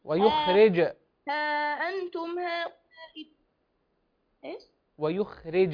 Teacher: ويخرج ويخرج بالسكون، الجيم عليها سكون وليس عليها ضمة